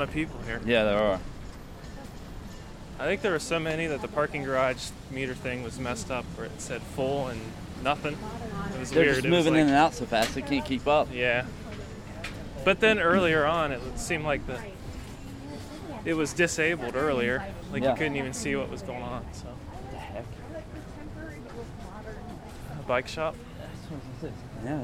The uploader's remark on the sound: This week we spent some time recording live audio at Easton Town Center on the east side of Columbus, Ohio. Listen to many live segments as we discuss movies at the AMC, Christmas atmosphere, food, and fun.